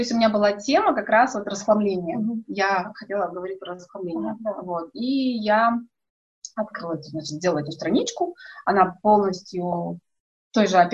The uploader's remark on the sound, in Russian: Просим прощения за качество звука, оборудование немного подвело...